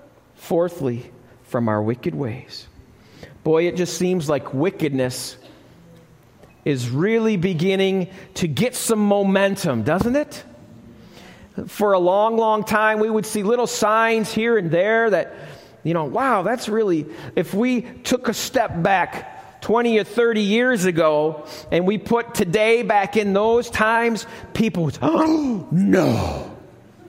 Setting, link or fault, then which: setting, live audience